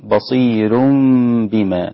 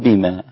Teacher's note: قرأ الإمام ورش بترقيق الراء وصلا ووقفا